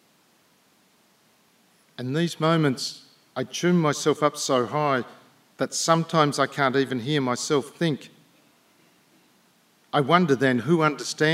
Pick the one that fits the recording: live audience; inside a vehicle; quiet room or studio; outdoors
live audience